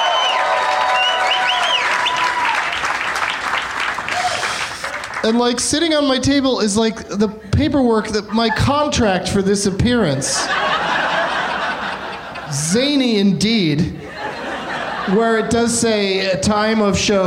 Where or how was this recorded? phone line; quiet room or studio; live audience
live audience